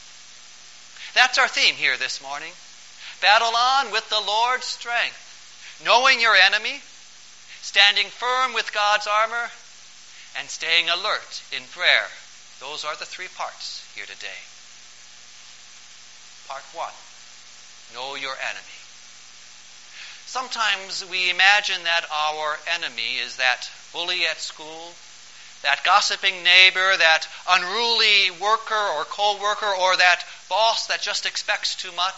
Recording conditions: large echoing room